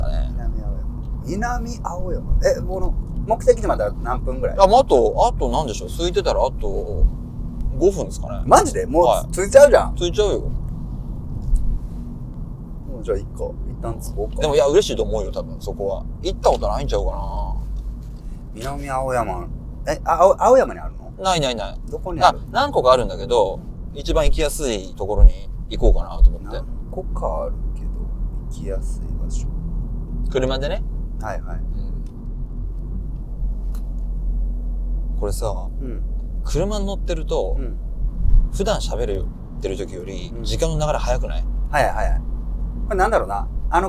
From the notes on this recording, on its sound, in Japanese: Enjoy Drive!・台場〜青山〜渋谷・。今週は羽田からお台場、南青山を経由して渋谷へと向かう車内での収録をお届け！その根幹を車内の揺れで誤魔化しながらの、番外編としてお楽しみください。